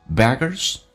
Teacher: beggar 美式发音轻度卷舌,ger,有点像儿化音